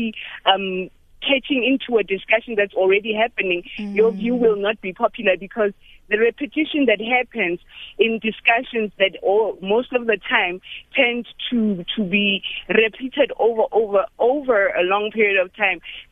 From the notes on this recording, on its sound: GUEST (phone)